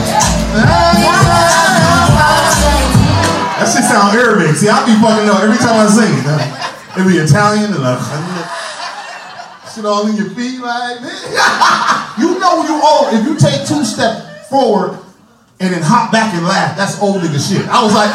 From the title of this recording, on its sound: LIVE FROM FUNNY BONE